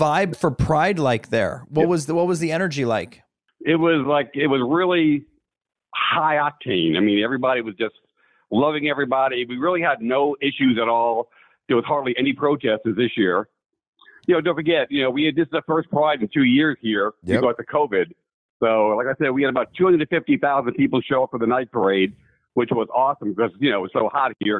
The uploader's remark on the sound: The Listener Call-In Episode. Talking to listeners on live calls.